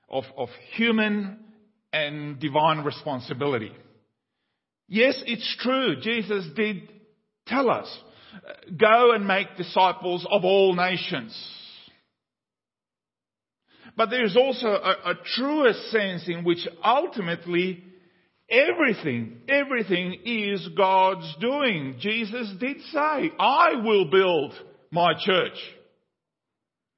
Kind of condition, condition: setting, large echoing room